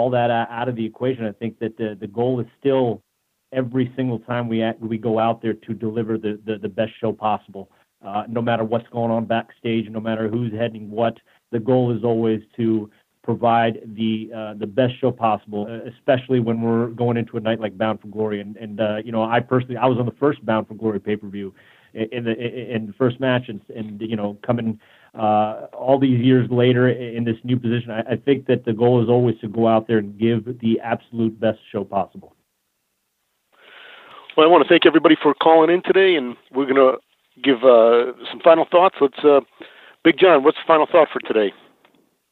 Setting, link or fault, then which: link, phone line